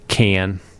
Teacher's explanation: the A sound moves back in the mouth, and it becomes like can, or and then the O sound moves into that space. · Term: northern cities' vowel shift